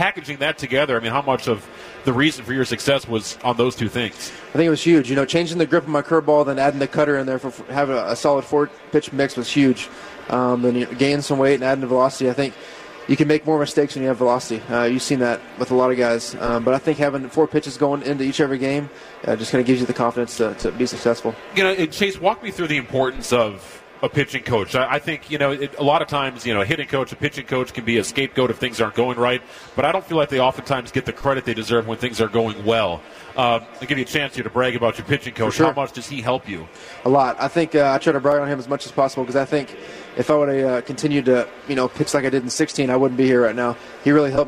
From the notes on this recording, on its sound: live from Brewers On Deck